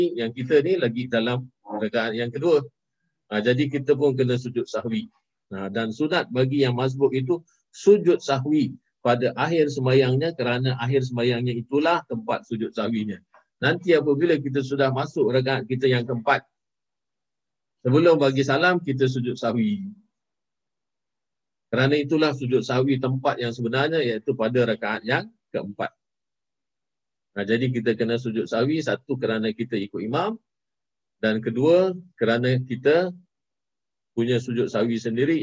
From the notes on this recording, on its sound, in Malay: Rakaman zoom pada setiap Ahad 9.30 pagi (waktu Singapura).